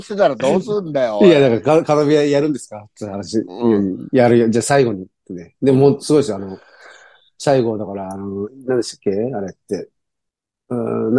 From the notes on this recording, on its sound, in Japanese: ZOOMで収録